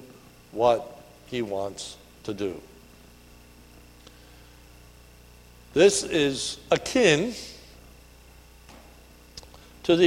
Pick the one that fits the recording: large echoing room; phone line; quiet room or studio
large echoing room